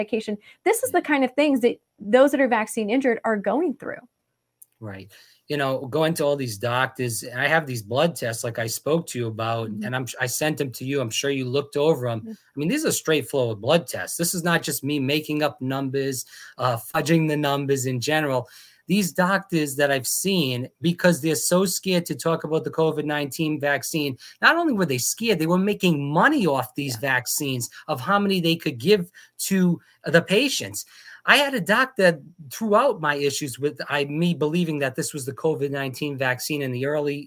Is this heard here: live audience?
no